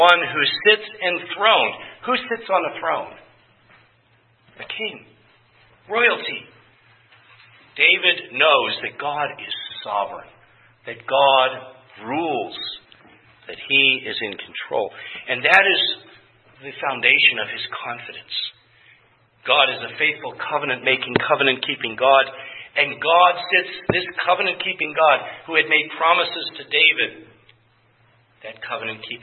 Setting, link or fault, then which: setting, large echoing room